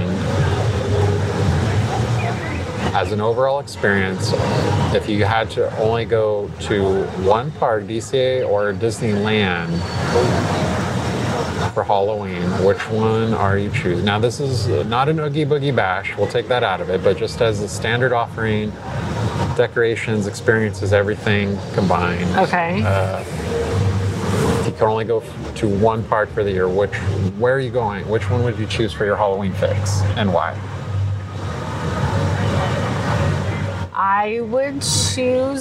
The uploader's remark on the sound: Live from Disneyland - October 2023. A thrilling live recording. From the heart of Disneyland! At the Disneyland Resort, from the Haunted Mansion Holiday to the iconic Mickey Pumpkin on Main Street.